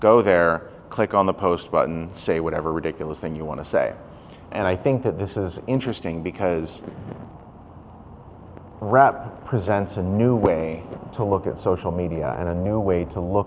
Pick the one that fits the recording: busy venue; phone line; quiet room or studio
busy venue